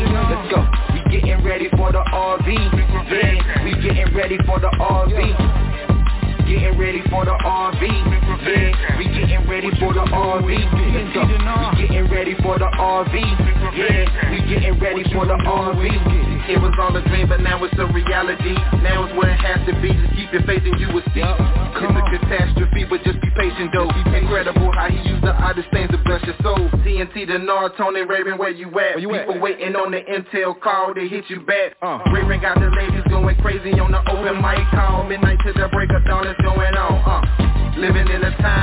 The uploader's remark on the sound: TNTSuperfantastic Conference Call